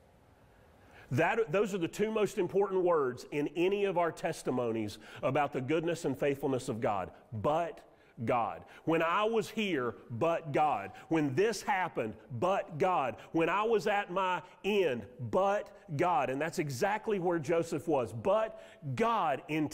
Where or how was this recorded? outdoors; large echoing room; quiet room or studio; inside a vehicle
large echoing room